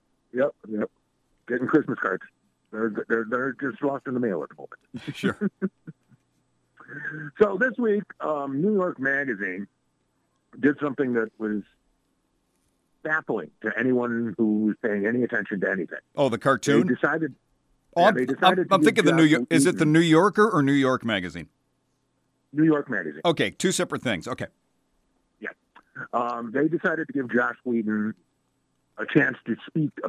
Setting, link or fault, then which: link, phone line